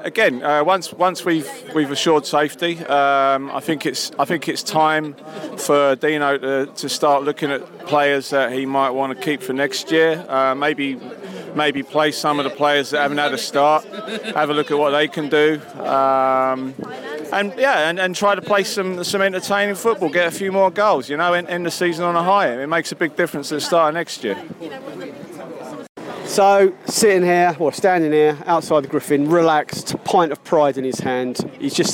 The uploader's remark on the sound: Post Match Podcast from the pub